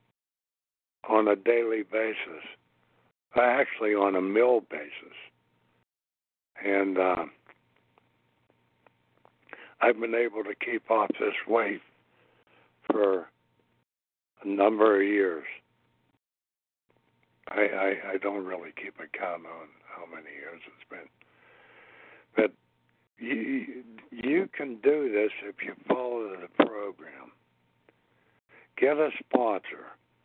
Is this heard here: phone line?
yes